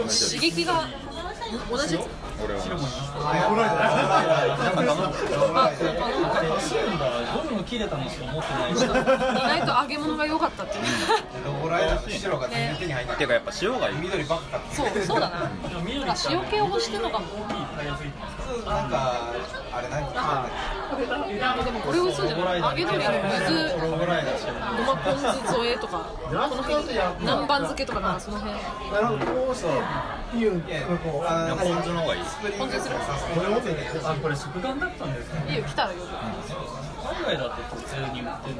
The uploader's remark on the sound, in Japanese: 録音のあとは腹が減って、大抵ごはんを食べる。よりカオスで、ノイズを含む録音だけど、それだけに没入感がある（のぞき聞き）音声にはなっていると思う。隣のお客さんは30代から40代くらいと思しき男性6人のグループだった。このグループと会話らしい会話はしてない、でもなんとなく応答をしてる雰囲気がある。